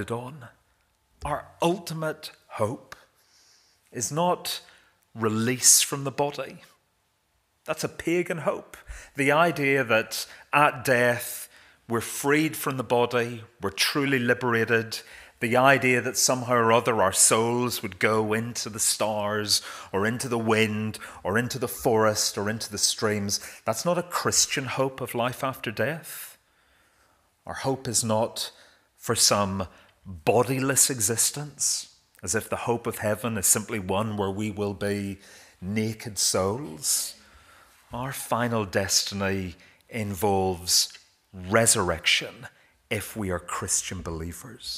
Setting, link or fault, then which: setting, large echoing room